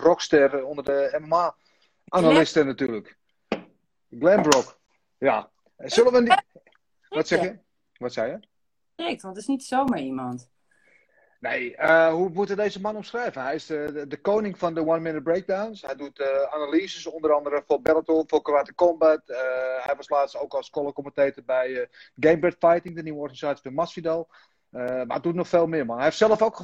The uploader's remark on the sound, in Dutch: Insta live sessies.